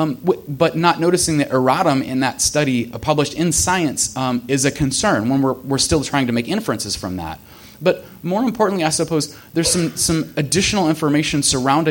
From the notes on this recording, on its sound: At California State University, Fullerton. The discussion is divided into opening statements, a period of exchanges among discussants, questions from the live audience, and closing statements.